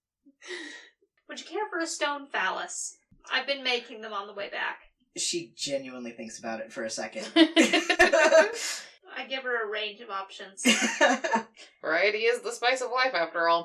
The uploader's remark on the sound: In which the audio quality varies wildly.